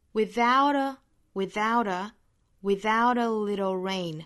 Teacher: Without 和后面做连读，后面这个 t 的发音呢需要做一个 flap t 的处理。 Without a, without a, without a little rain.后面这个 little 里面的这个 t 同样是要做 flap